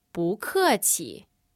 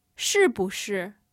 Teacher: 可 is fourth tone. Right, so we're going to change into a second tone for 不. · Shown in: first take